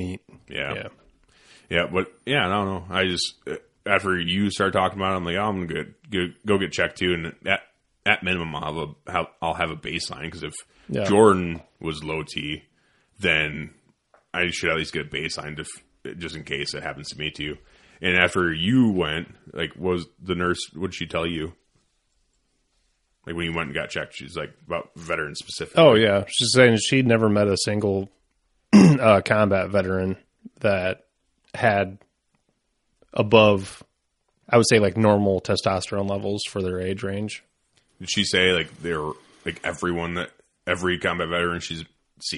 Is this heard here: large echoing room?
no